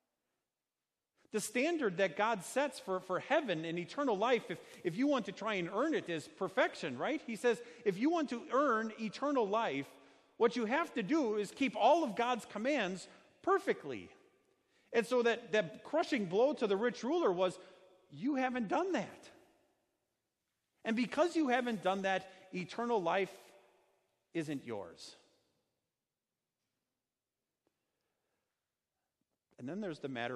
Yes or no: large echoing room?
yes